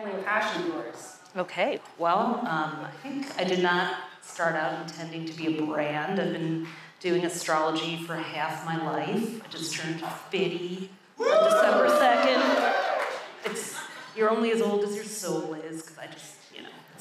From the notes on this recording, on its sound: Hosted at the Shopify NY space in Soho, NYC